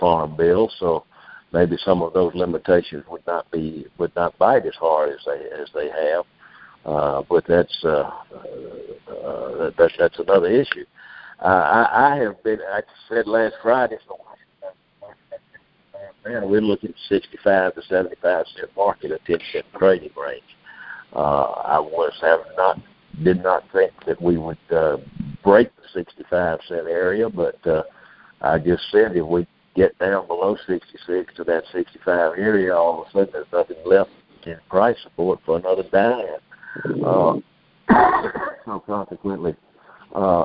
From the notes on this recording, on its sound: Monthly Conference Call.